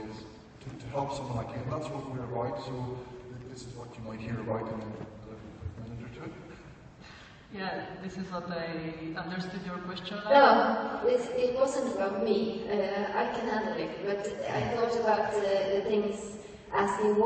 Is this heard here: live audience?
yes